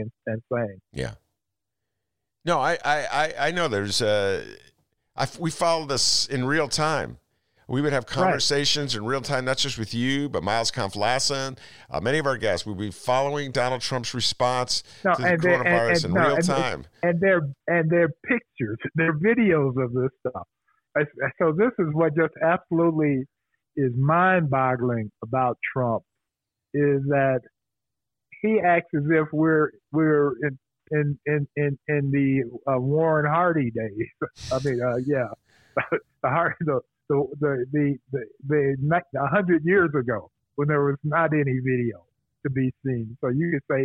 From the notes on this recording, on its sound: joins us by phone